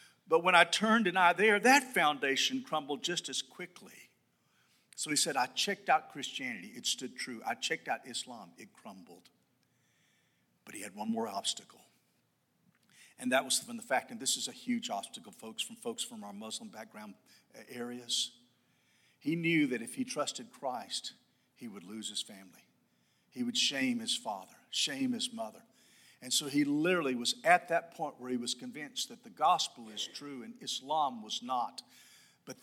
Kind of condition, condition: setting, large echoing room